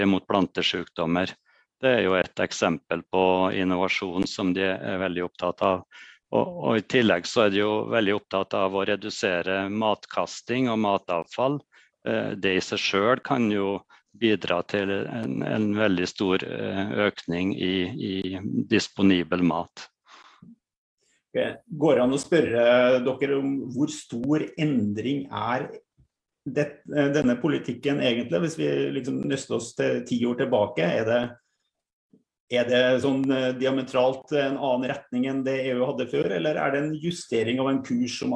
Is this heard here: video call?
yes